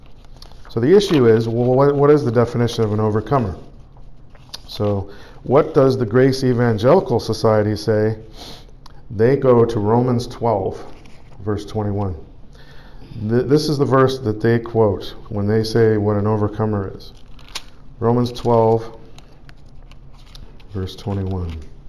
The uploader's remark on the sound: Preached at the Church at Brimley. Toronto, Canada.